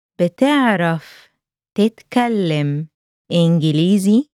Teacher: Note the rising intonation.